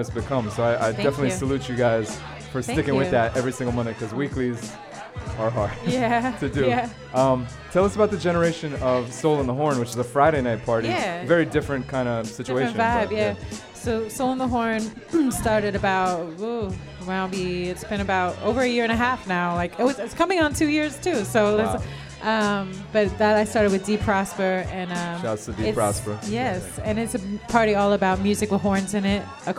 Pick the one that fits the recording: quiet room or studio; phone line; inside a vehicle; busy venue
busy venue